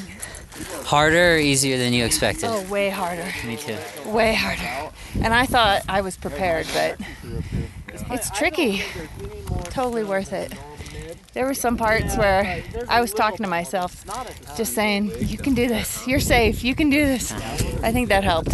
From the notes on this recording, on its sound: On these trips, I bring a portable recording device with me while I try to climb a mountain that’s outside of my comfort zone. Then you’ll hear about our experience climbing the Grand Teton with Jackson Hole Mountain Guides.